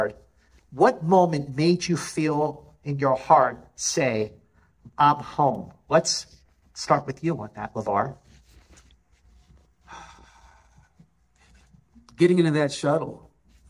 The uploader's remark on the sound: Audio from the Picard Season 3 IMAX Q&A Panel.